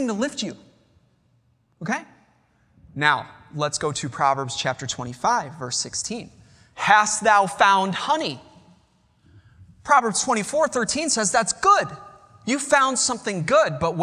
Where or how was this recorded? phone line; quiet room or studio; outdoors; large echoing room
large echoing room